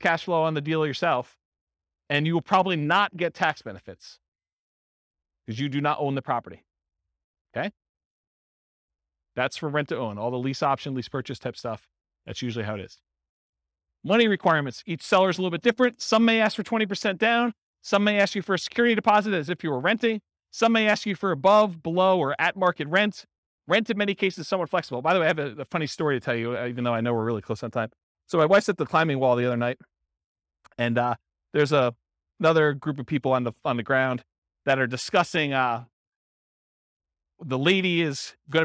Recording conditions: live audience